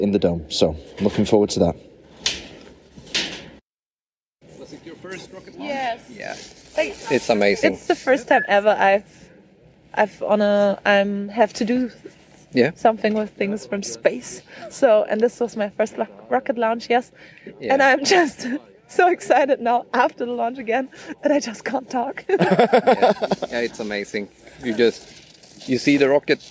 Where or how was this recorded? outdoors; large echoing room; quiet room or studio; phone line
outdoors